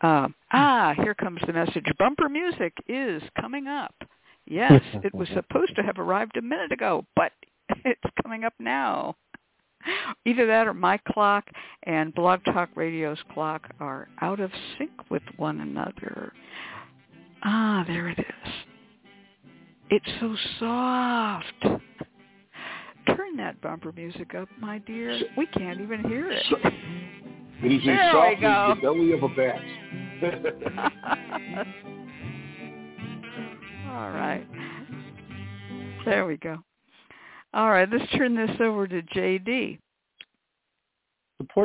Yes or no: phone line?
yes